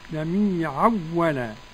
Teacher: جميعا ولا عدم الغنة لخلف عن حمزة